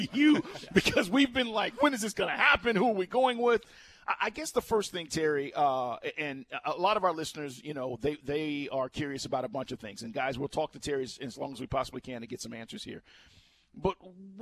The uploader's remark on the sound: LIVE from Mercedes-Benz Stadium